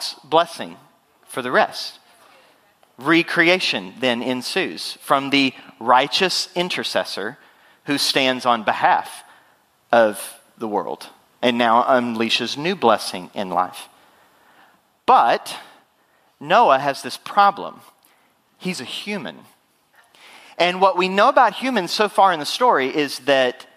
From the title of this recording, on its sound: Full Sunday Service June 11, 2023